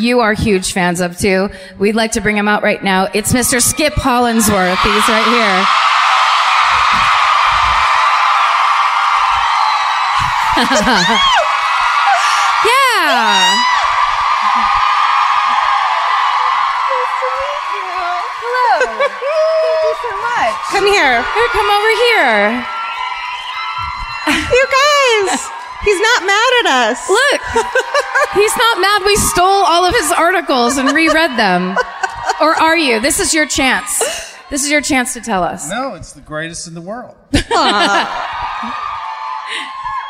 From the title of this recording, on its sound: Live at the Toyota Music Factory in Irving (Texas)